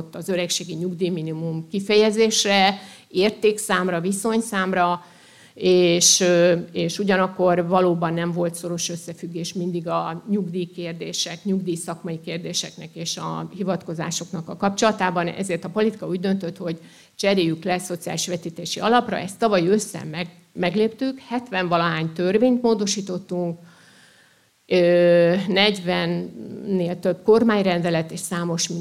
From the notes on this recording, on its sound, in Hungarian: Előadása a SZOSZAK konferencián. Országos Szociális Szakmai Konferencia” első napján hangzott el, Zalakaroson.